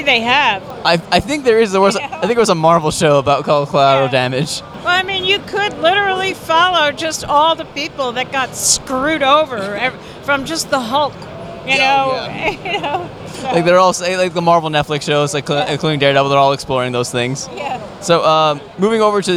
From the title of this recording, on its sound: Interview at East Coast Comic Con 2017